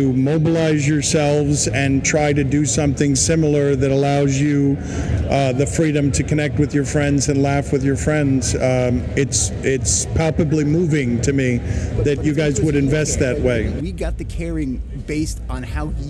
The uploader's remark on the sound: Some of the audio quality isn't the best, but that's what we get for trying to record a podcast during a rager!